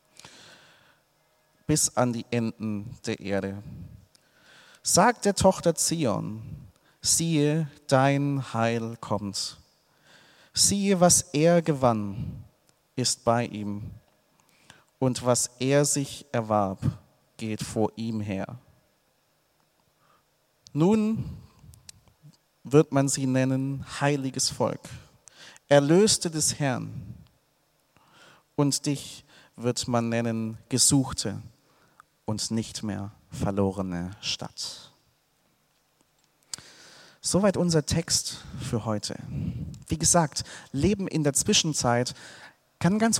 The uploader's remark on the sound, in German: aus dem Gottesdienst der Liebenzeller Mission